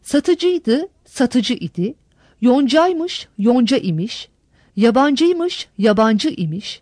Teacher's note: Ünlüyle biten kelimelere eklendiği zaman i ünlüsü düşebilir. Bu durumda araya y ünsüzü girer.